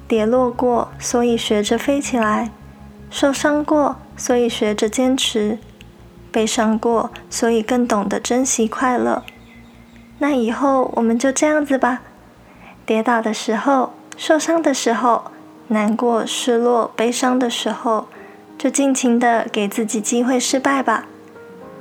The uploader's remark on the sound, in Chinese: 因為錄音環境的緣故，錄音的品質並沒有太理想，雜音有點多，還請大家多多包容。